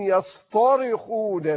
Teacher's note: فحول التاء المرققة إلى الطاء المفخمة حتى تدل على أعلى درجات المعنى في الصراخ